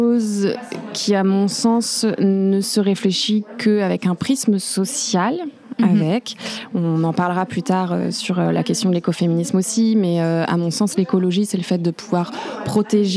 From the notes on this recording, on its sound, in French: On s’est posées à la Maison du Zéro Déchet, un lieu de rencontres et d’initiatives, c’est pour ça d’ailleurs que vous entendrez le bruit et l’animation autour de nous dans cet enregistrement